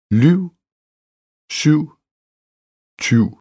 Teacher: Y med diftong. Kort y plus v er lige med ju.